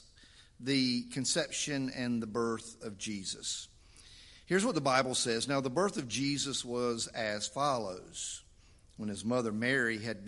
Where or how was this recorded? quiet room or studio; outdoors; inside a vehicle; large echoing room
large echoing room